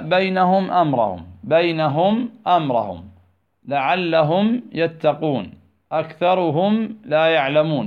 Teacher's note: قال: والثالث الإظهار في البقية من أحرف وسميها شفوية، يعني بقية الحروف إذا وقعت بعد الميم الساكنة تظهر الميم دون تشديد أو غنة، بل كما هي · Term: الإظهار الشفوي